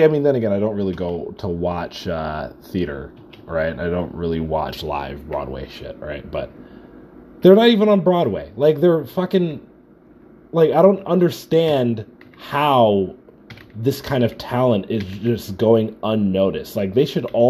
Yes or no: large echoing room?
no